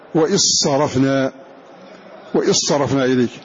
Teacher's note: ننطق بالذال مدغمة في الصاد فلا يبقى أثر لهذه الذال